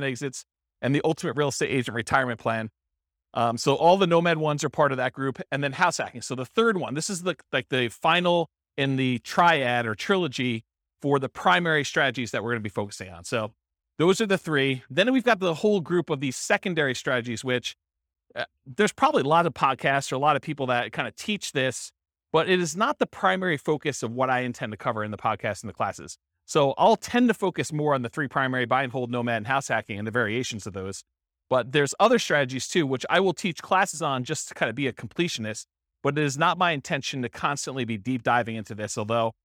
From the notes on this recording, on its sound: This was a live class recorded